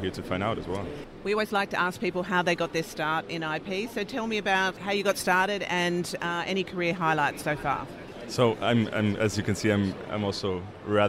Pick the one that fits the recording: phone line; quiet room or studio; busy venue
busy venue